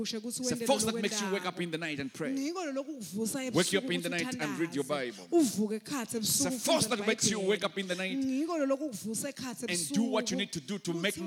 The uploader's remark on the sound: Recorded Live at the Apostolic Hub, in Mbabane, Eswatini on Sunday March 20th.